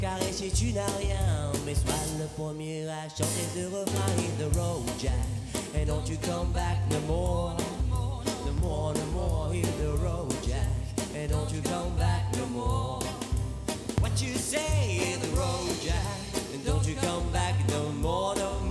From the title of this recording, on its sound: recorded live at the Wesley Anne 05/12/2015